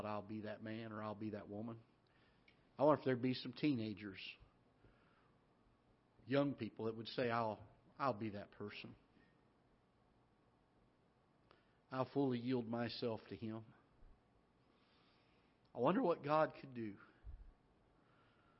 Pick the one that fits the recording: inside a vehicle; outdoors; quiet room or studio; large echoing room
large echoing room